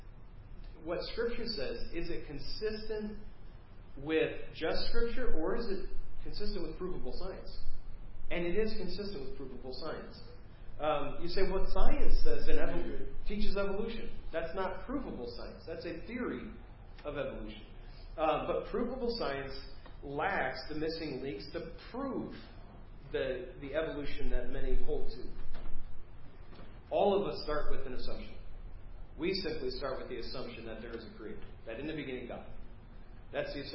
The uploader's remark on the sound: preached Wednesday 8/2/2023 at First Baptist Church of Hazel Park